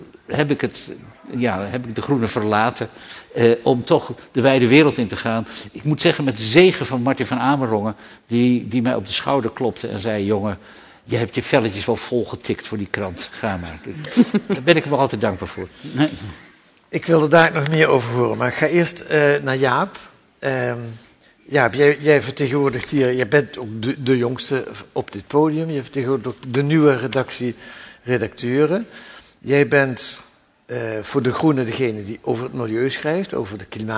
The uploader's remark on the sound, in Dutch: In deze podcast, opgenomen tijdens het lustrumfeest van het blad.